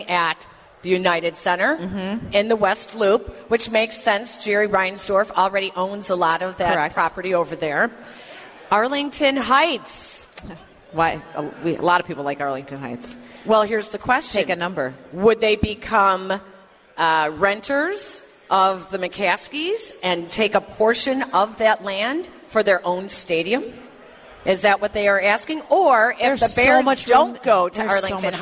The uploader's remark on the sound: live at Football Fest at Hard Rock Casino Northern Indiana